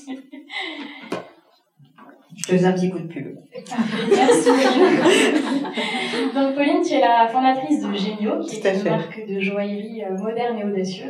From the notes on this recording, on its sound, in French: L'épisode étant enregistré en live via un matériel que je ne maîtrisais pas, le son est malheureusement un peu moins qualitatif que d'habitude et j'en suis désolée